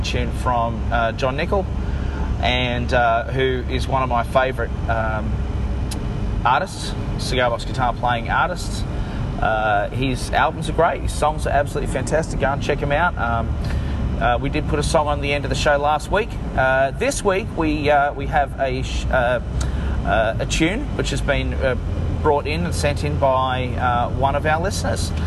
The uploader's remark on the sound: Sorry about having to record this in the car but here it is, warts and all.